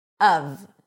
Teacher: it's pronounced, when emphasized, of, with a cup sound and a V sound. Even though it's spelled with an F, it's a V.